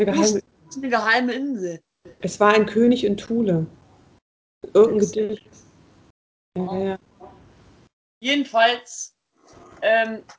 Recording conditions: video call